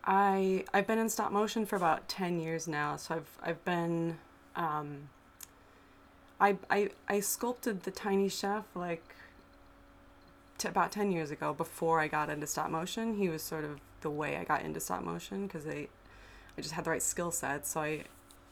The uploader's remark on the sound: Sorry about the background fuzz!